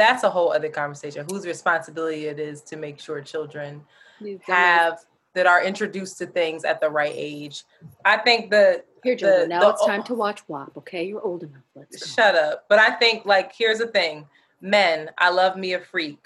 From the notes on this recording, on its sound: The audio quality is not the greatest because we had to use a zoom meeting to record.